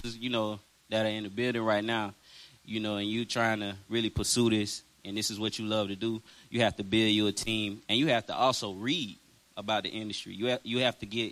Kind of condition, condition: setting, busy venue